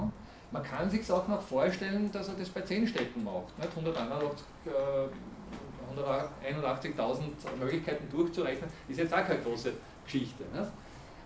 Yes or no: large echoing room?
yes